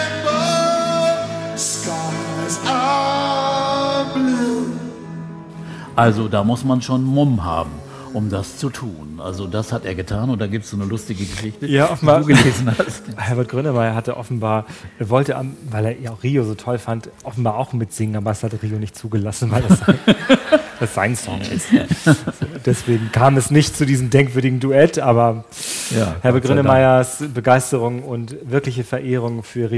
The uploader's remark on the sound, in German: Diese Folge von Urban Pop wurde im Rahmen des Göttinger Literaturherbstes vor Publikum aufgezeichnet.